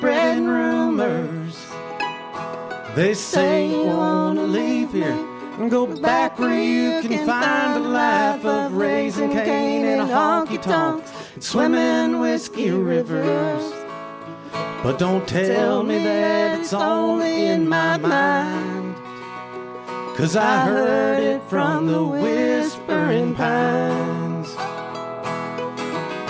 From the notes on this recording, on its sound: Live from the Monroe County History Center on November 10th